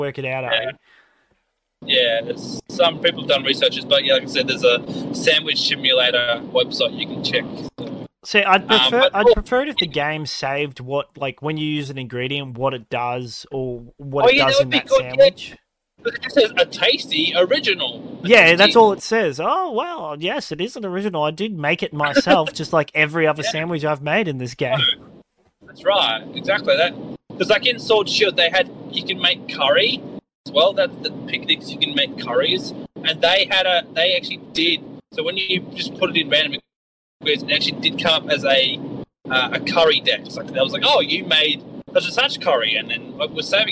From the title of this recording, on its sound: Car Edition